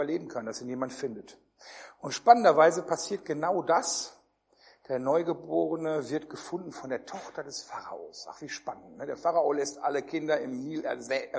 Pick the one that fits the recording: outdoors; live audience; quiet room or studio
live audience